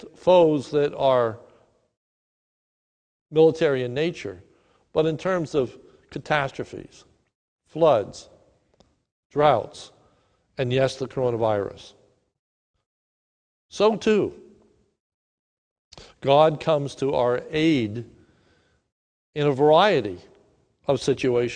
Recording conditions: large echoing room